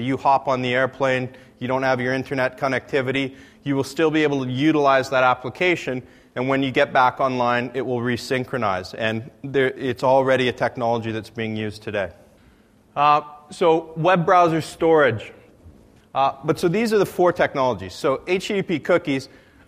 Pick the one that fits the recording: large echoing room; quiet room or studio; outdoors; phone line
large echoing room